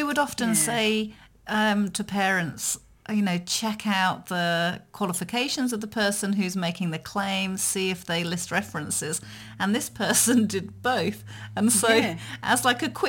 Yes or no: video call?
no